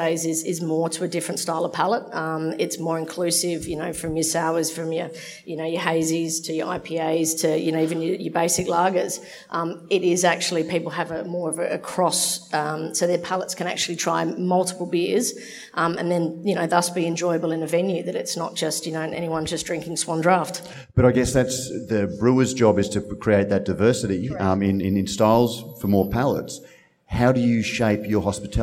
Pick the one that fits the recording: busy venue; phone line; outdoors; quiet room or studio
busy venue